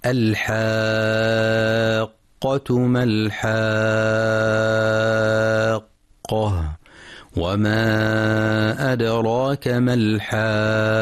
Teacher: في كلمة الحاقة التي تكررت ثلاث مرات مد لازم كلمي مثقل، يمد بمقدار ست حركات، لأن حرف المد الألف جاء بعده حرف مشدد القاف التي أصلها ساكنة ومتحركة، وهذا السكون ثابت أصلي في الكلمة.